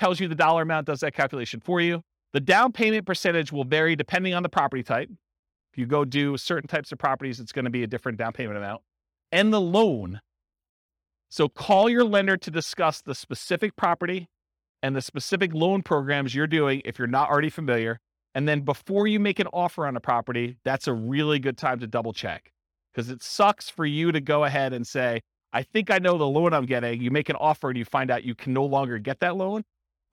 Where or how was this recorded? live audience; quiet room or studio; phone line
live audience